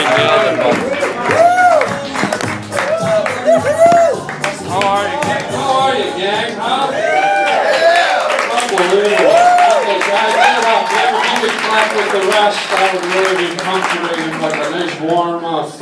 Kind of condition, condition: setting, live audience